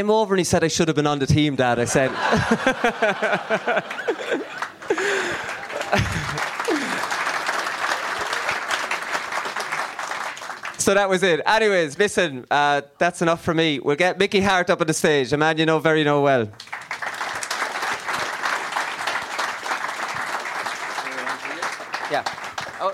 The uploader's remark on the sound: GAA Hour live in Tyrone